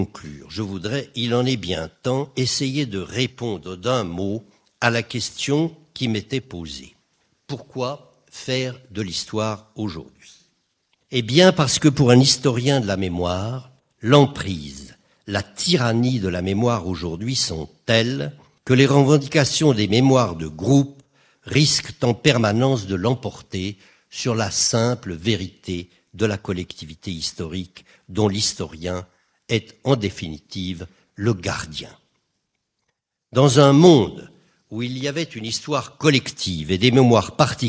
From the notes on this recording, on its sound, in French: Conférence issue de l'édition 2005 des Rendez-vous de l'histoire sur le thème "Religion et Politique".